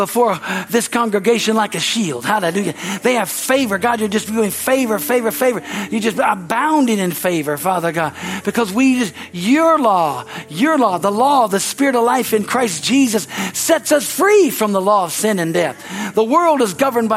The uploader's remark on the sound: from the Sunday service on May 7, 2023 at Harvest Bible Church in Stockton, CA.